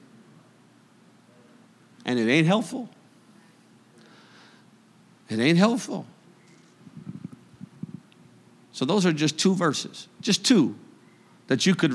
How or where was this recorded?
large echoing room